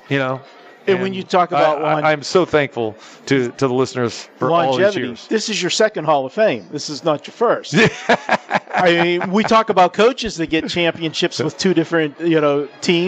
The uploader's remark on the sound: Live From The Super Book at the Westgate Las Vegas